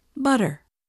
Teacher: many Americans pronounce the R sound at the end of words